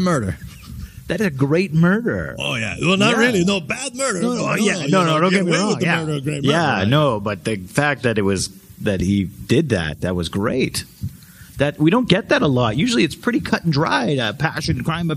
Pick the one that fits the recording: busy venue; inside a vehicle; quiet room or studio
busy venue